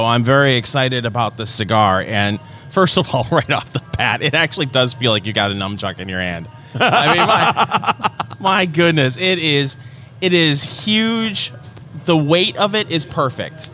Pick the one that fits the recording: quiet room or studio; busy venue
busy venue